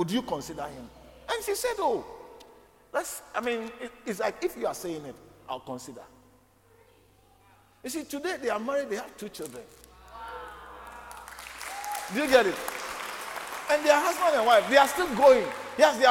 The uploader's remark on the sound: preached at the Living Waters Cathedral